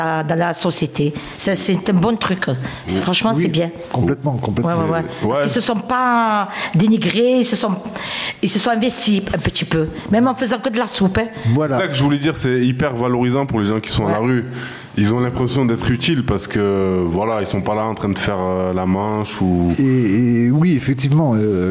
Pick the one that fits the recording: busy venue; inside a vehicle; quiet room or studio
busy venue